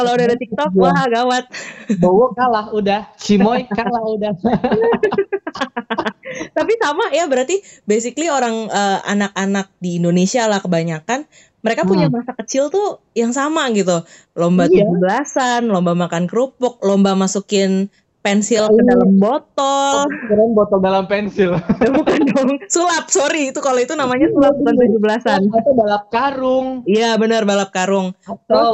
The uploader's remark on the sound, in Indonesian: podcast kali ini direkam secara virtual loh